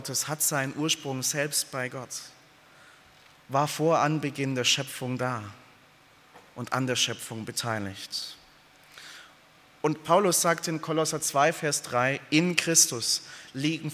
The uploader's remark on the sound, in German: aus dem Gottesdienst der Liebenzeller Mission